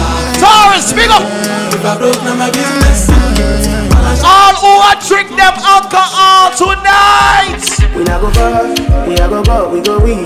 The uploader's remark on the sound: WE BACK OUTSIDE DANCEHALL HIP HOP & SOCA XXXPLOSION AT CALLALOO CAFE BAR &GRILL CLEVELAND OHIO.